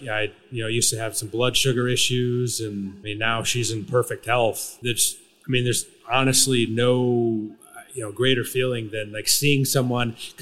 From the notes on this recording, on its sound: This episode was recorded in front of a live audience at Whiskey Tango Foxtrot in Austin, Texas.